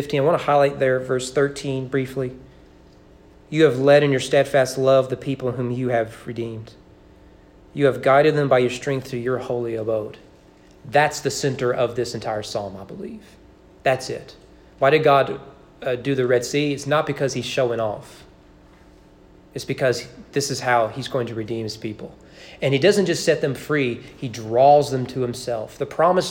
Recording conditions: large echoing room